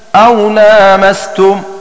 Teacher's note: وقرأ غيرهم بالمد أو لامستم أي بإثبات ألف بعد اللام